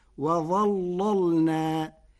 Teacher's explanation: قرأ ورش كلمة وظللنا بتغليظ اللام الأولى فتصير وظللنا لمناسبة الظاء المفخمة.